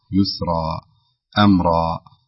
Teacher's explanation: إذا وقف القارئ يقف عليها ألفا ولا يقف عليها منونة، والوقف على هذه الكلمات يكون مد طبيعي لا يزيد عن حركتين، يعني لا يقول ذروة أو مثلا أمرى، لا يقول أمرى ذروة وقرى يسرى بهذه الطريقة. · Term: مد العوض